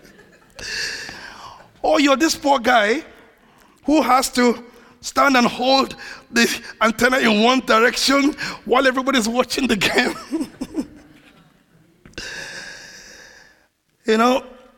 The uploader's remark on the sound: This audio was recorded at our venue in Great Denham.